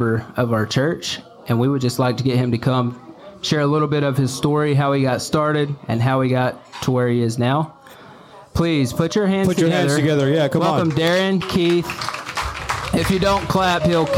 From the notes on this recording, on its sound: LIVE at Bennett's. Their first LIVE on location podcast taping.